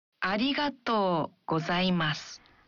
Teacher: Dalam mengucapkan arigato, bunyikan vokal o dalam to satu ketuk lebih panjang.